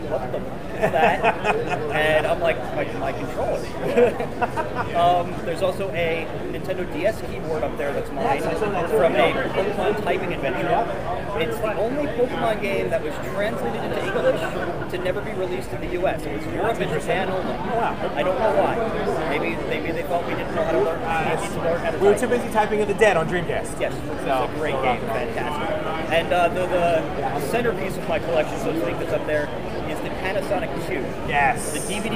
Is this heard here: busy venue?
yes